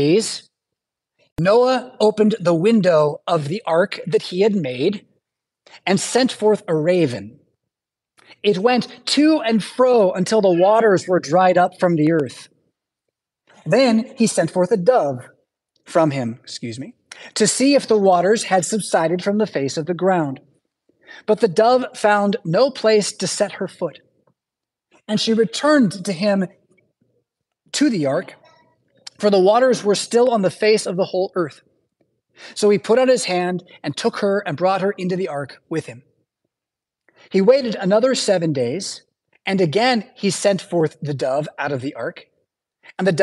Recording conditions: large echoing room